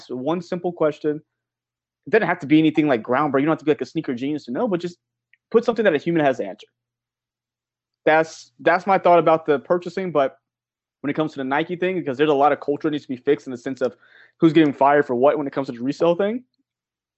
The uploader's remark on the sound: Recorded on Riverside